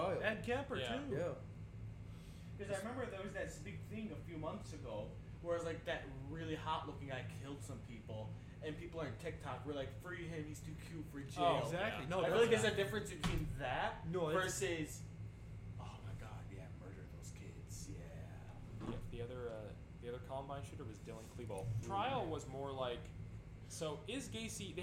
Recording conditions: uneven or low level